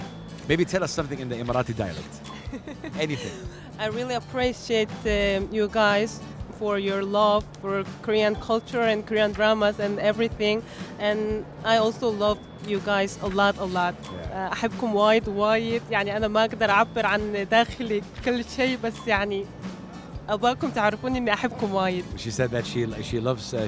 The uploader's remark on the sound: Live from SIBF 2023.